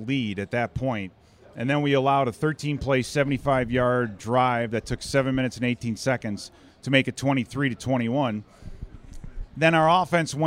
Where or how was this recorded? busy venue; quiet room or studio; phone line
busy venue